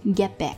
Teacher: 两个爆破音相连，t b tb，所以呢，这个 t 就失去爆破了。